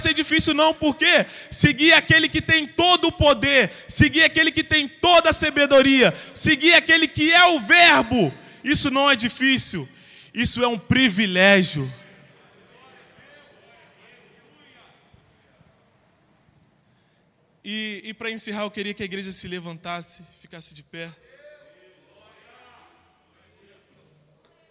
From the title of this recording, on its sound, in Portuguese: CULTO DE LOUVOR E PALAVRA AO VIVO